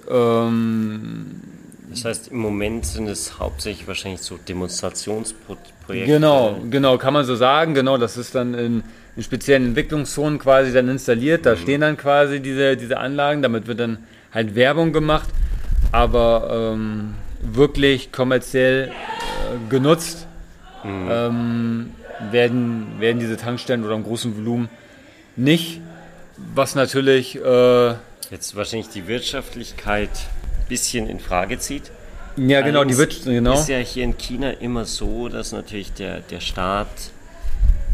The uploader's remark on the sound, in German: Live aus China. Unser neues Format "Hydrogen Bar Live" stellt persönliche Zwiegespräche von Angesicht zu Angesicht in den Vordergrund - live und ungeschnitten. Im gemeinsamen Urlaub am südchinesischen Meer.